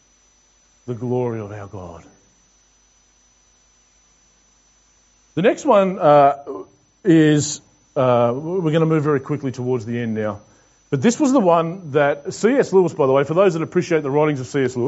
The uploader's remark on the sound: This message was preached to The Rock Christian Church on Sunday 27th June 2021.